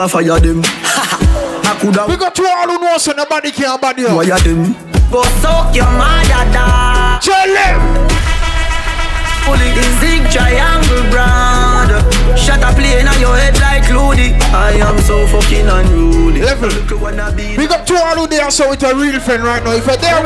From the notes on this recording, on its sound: Features Live Audio of Under 30 Minutes With Highlights From Events I Play (Whenever I Feel Like Hit The Record Button).